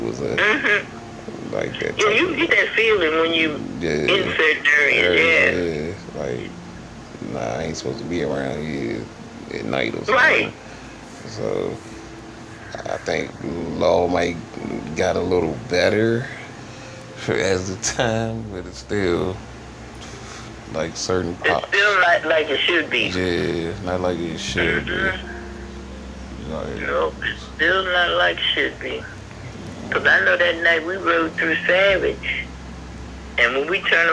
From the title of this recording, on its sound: A phone conversation with my grandma